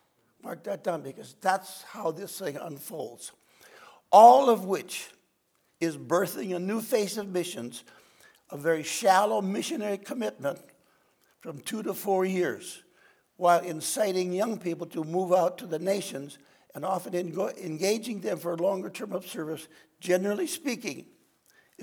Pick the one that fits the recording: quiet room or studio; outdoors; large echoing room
large echoing room